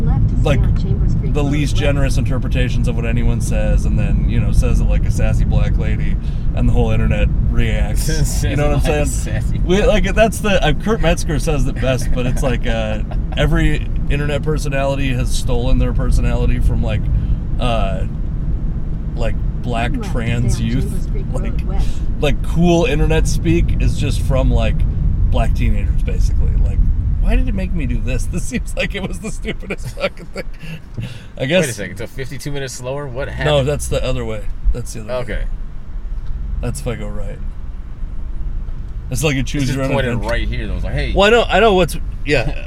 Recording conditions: inside a vehicle